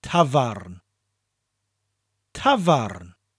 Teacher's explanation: The T-A-F gives us that tav sound, the F taking on the V, and the A-R-N gives us the arn sound. So instead of tavern, it's tavan, but with a rolling R.